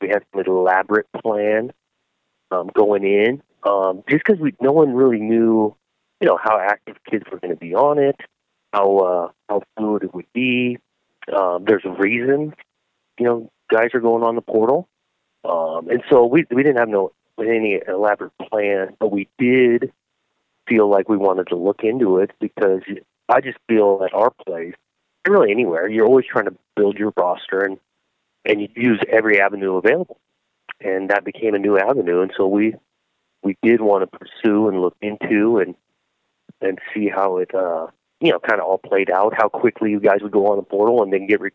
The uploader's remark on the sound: got on the phone with Oregon State Head Coach